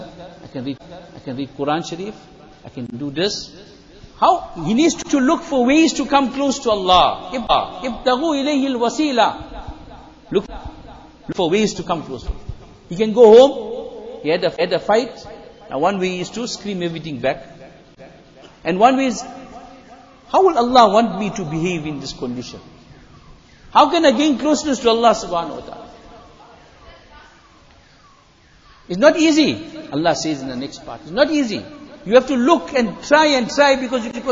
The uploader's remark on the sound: Jumuah Lecture at Masjid E Noor